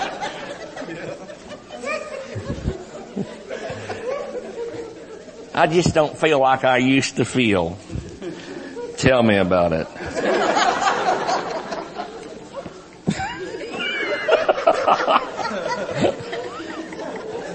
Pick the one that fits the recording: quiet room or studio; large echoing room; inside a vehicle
large echoing room